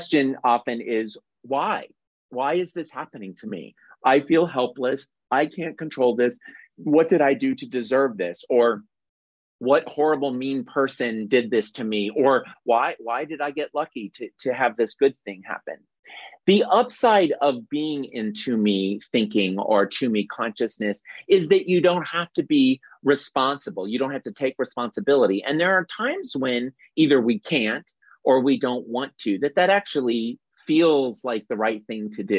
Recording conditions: video call